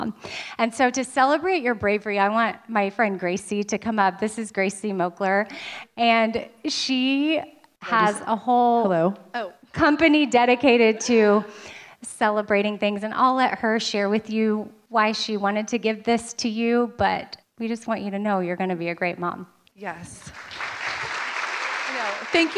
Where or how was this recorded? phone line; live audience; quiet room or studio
live audience